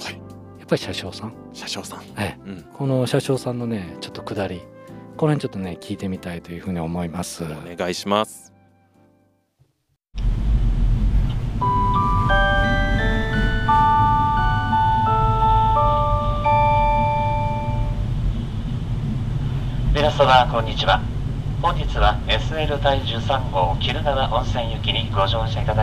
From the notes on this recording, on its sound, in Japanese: SL大樹 鬼怒川温泉への旅（車内編）。計5台のレコーダーで収録した音源をミックスした音源です。スピーカー越しのアナウンス音と車内・外の効果音の混ぜ合わせの妙をお楽しみください。